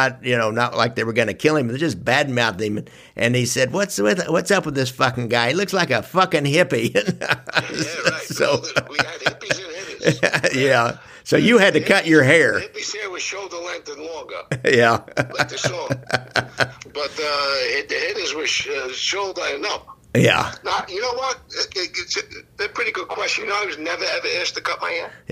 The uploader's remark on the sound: This is a re-release of an interview I did last year. Via telephone.